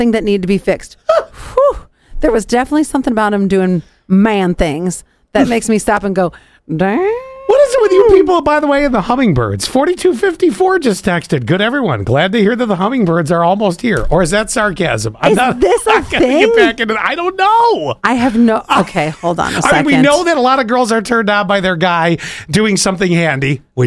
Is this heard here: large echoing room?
no